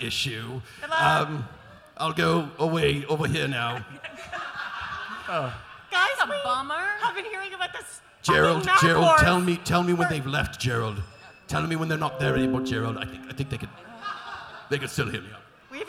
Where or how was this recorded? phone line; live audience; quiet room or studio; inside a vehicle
live audience